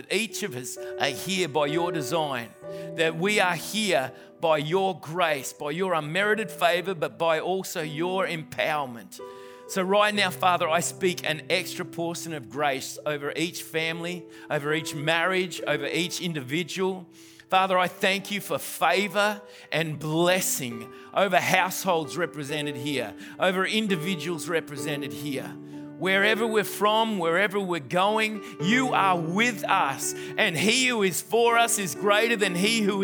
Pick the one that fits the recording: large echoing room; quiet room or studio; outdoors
large echoing room